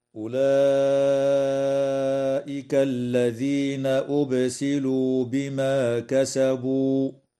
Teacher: تمد الألف قبل الهمزة من كلمة أولئك من قبيل المد المتصل بمقدار 4 أو 5 حركات، وتقلقل الباء في كلمة أبسلوا، ويجوز الوقف على قوله تعالى: بما كسبوا من قبيل الوقف الكافي، هكذا: أولئك الذين أبسلوا بما كسبوا.